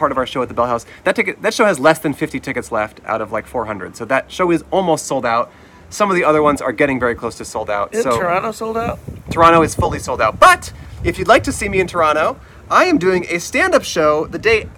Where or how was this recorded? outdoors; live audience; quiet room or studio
outdoors